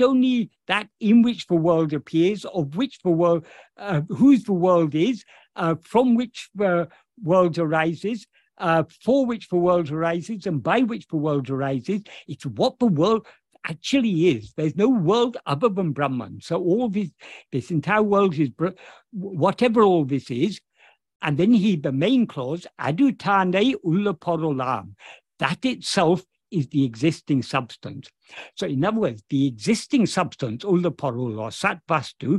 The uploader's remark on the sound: In a Zoom meeting with Sri Ramana Center, Houston